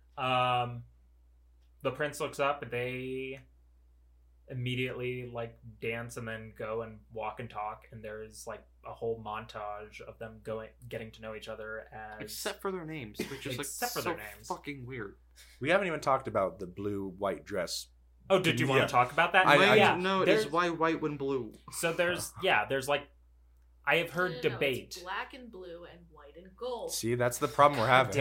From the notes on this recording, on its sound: NEW MICS (still tweaking so hopefully sound gets better as time continues)